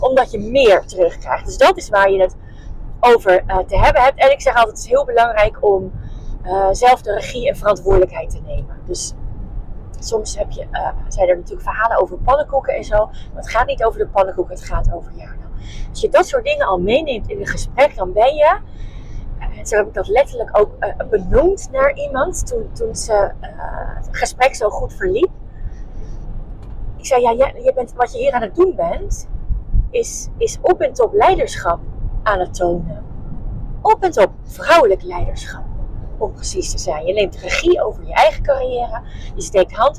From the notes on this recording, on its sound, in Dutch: Excuses voor de achtergrondgeluiden!